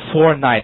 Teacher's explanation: 两个辅音放在一起肯定要发生失去爆破的现象，前面一个 t 呢失去它的音